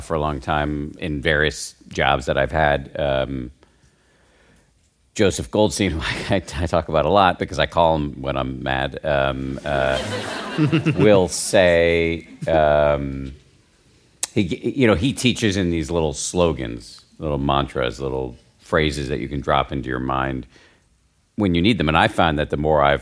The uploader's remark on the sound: It’s the latest installment of our Meditation Party series. Live from Omega.